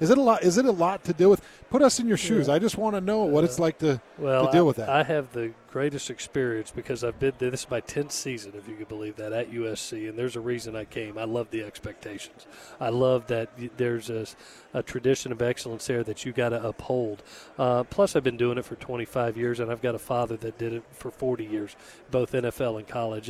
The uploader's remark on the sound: live from Pac-12 Media Day